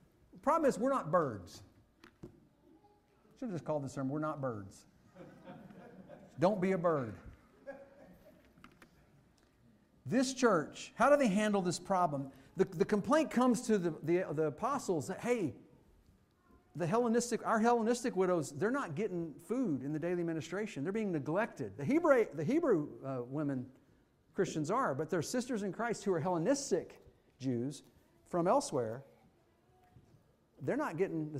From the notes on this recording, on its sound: Fuquay-Varina church of Christ sermon audio